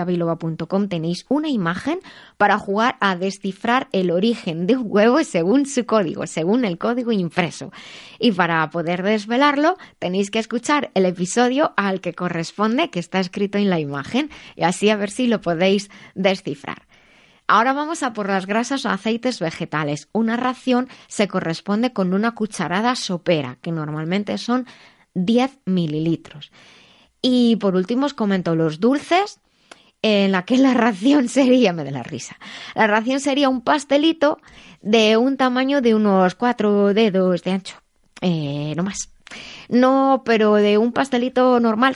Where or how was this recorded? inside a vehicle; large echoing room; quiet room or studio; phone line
quiet room or studio